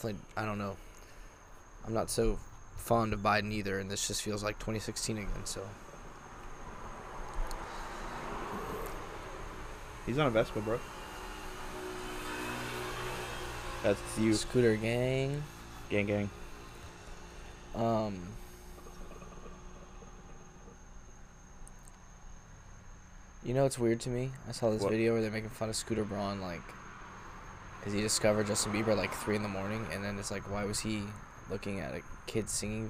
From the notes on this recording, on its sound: Recorded on Halloween, and on the porch.